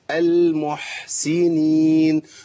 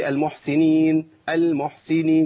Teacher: بيان صوت الحاء مع بيان صفه الرخاوه في الحاء والهمس · Shown in: first take